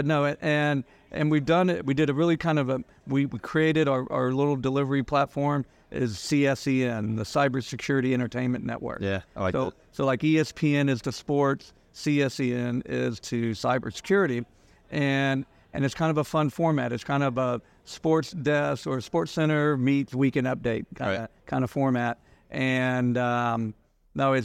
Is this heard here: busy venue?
yes